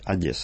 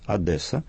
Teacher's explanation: Но, тем не менее, одесситы предпочитают вариант с твердым «Д» · Shown in: second take · – «Одесса».